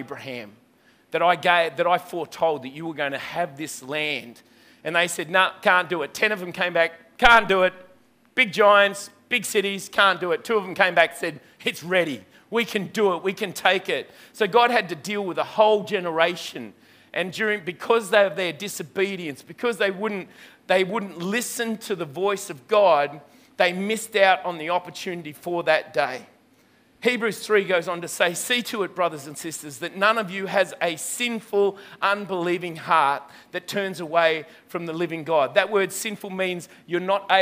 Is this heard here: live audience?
yes